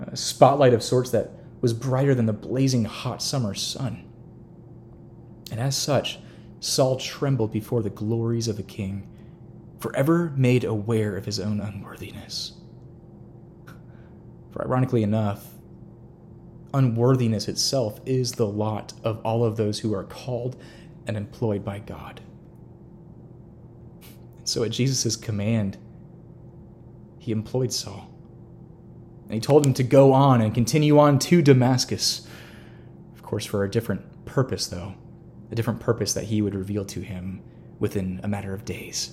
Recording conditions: large echoing room